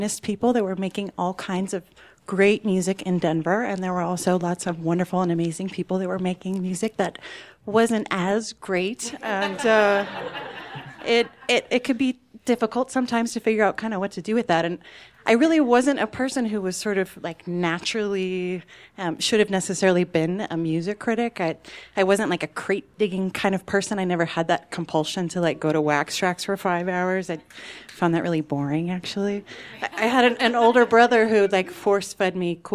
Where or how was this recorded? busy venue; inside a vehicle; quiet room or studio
busy venue